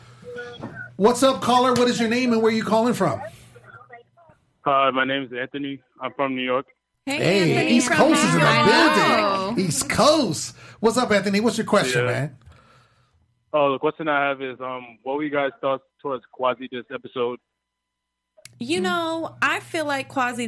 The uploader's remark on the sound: Live calls happened and questions were answered.